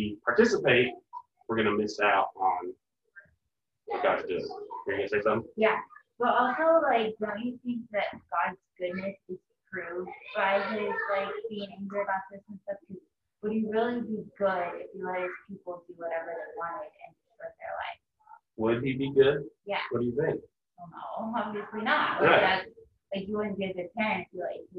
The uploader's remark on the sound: Not everyone is in the same room, we are working on some audio solutions.